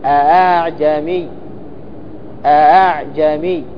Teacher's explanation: علامة الألف المسهلة، فلا تقول أعجمي، خطأ عند حفص، لابد تسهيل أعجمي أعجمي. الأولى محققة والثانية ما بين الهمزة وبين الألف